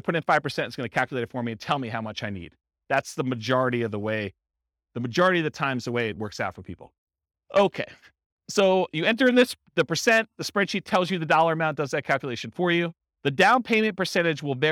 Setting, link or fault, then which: setting, live audience